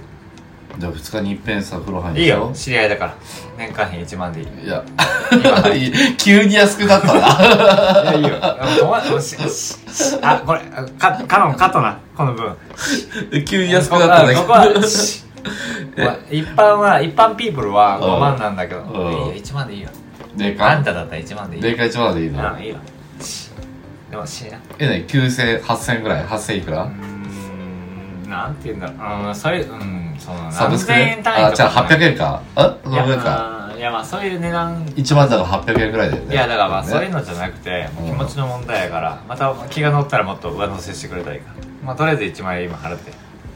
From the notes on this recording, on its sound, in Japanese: オフコラボラジオ。音質悪いです。